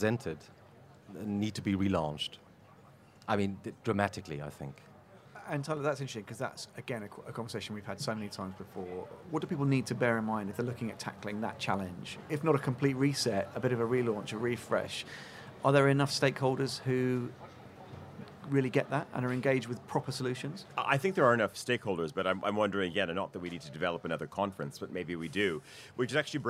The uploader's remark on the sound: Live from Salone del Mobile